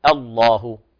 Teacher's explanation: انتبه في لفظ الجلالة، الله يعني لا نغلظ الهمزة